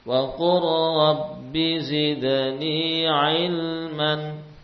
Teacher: lam sukun ke dalam ra juga termasuk idgham al-mutaqaribain